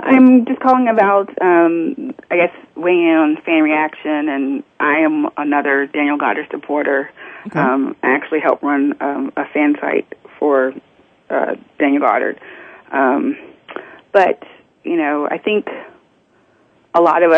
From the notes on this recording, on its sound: Soap Central Live is opening the phone lines to fans.